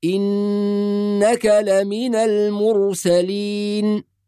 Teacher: ننتبه إلى النون المشددة في كلمة إنك، لازم الغنة